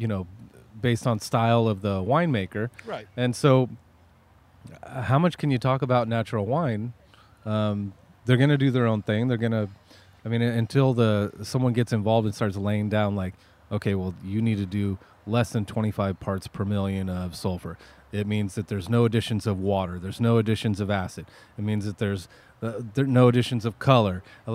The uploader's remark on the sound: Along with all of her friends from Tennessee, San Diego and Washington at the world famous Rhone Room to hang out and drink some wine.